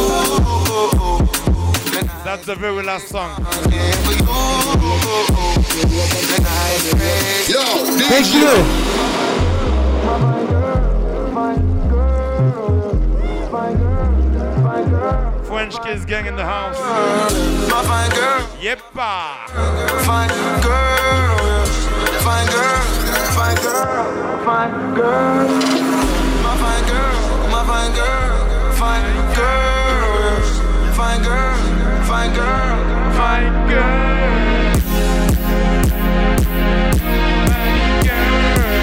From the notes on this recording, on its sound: Raw Live Mix done during Afterwork: Life is Beautiful!